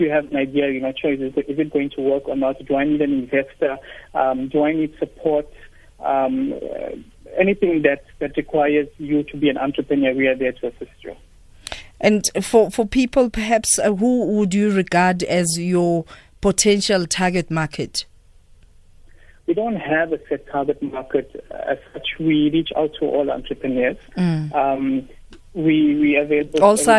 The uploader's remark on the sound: GUEST (Phone)